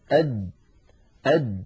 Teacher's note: ومن صفاته أنه شديد يعني لا يجري معه صوت، أد أد. فلو قلنا أد نجد بأن المخرج ينقفل تماما، مخرج الجيم من هنا من وسط اللسان وليس من طرف اللسان، من وسطه هنا.